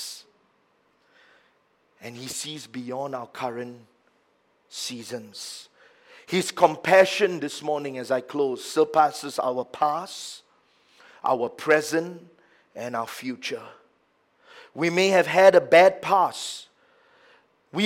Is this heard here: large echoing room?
yes